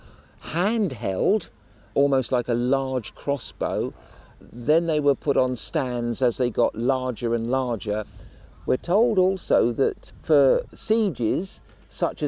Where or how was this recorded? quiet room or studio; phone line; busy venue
busy venue